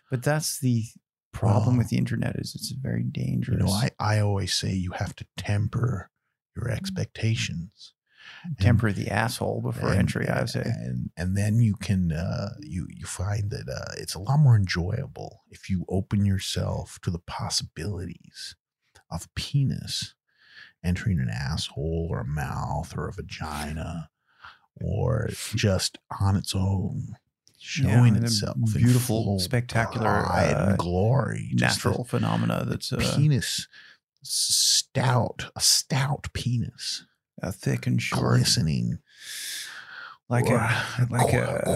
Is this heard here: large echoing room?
no